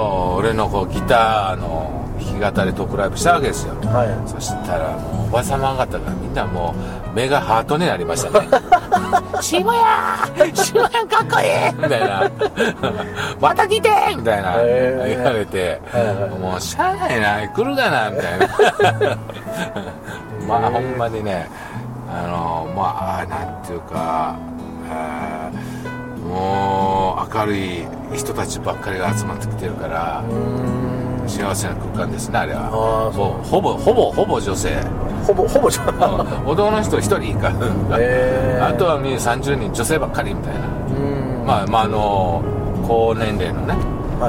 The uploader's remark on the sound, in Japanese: ドライビング対談収録をいたしました